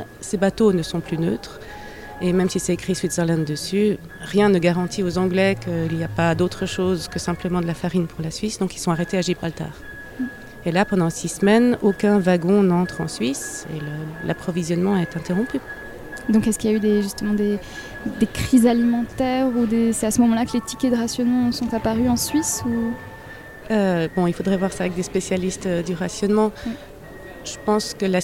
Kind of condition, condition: setting, busy venue